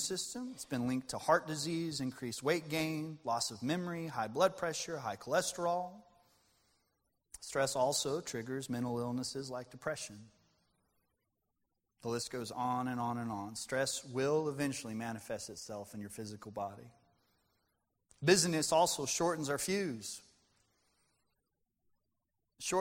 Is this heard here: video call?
no